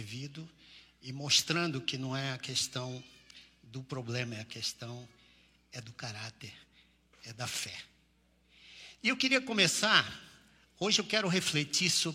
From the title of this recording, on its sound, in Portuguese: Culto IBMorumbi ao vivo